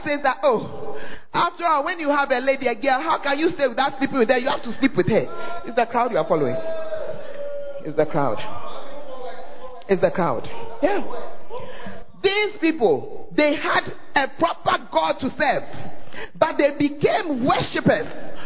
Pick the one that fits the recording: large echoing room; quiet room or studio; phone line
large echoing room